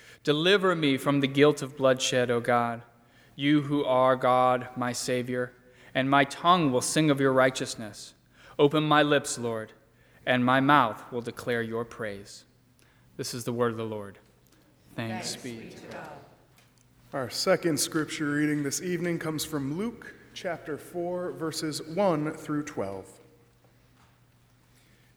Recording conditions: large echoing room